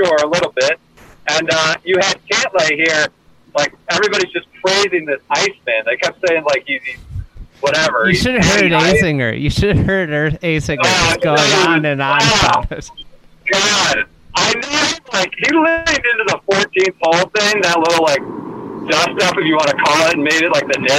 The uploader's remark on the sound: Up in Baltimore covering the BMW Championship, and the late finish, he calls in from the road. Apologies to listeners everywhere for the poor audio quality.